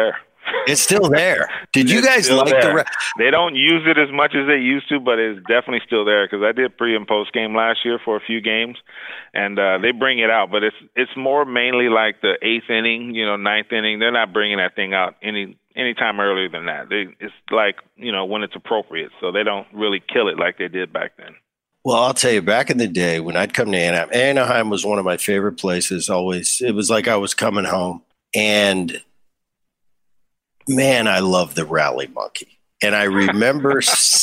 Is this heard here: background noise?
no